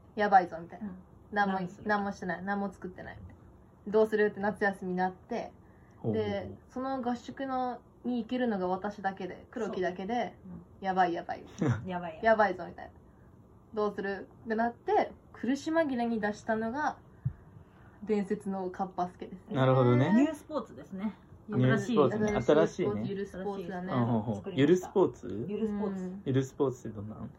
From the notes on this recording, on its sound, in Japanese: めっちゃご飯食べながらのひとコマでの収録。